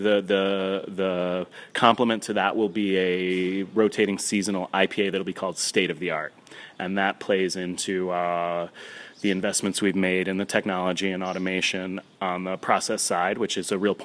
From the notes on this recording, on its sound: Recorded at Babe's in Haverstraw